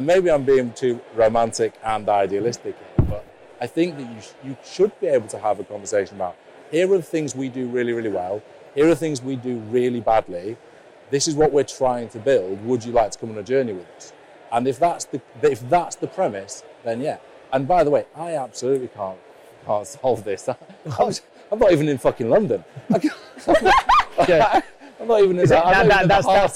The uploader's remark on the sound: we were live at the 2022 Sifted Summit in London